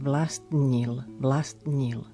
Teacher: tri spoluhlásky za sebou a zaznie len také preľnutie